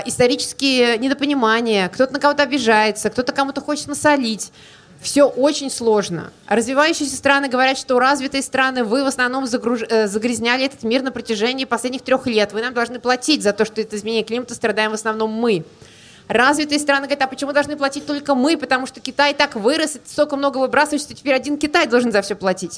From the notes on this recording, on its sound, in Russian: Это была открытая запись в рамках проекта Science bar hopping.